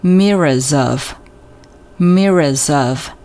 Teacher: 然后 mirrors 和 of 也要进行连读